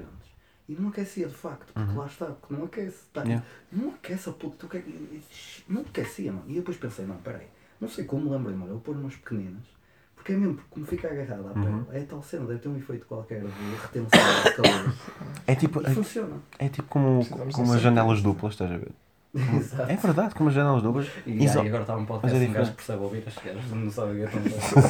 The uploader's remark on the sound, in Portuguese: A gravação fantasma que deu início a todo este projeto. Peço desculpa pelo volume abaixo do normal neste episódio, mas não foi gravado com consciência.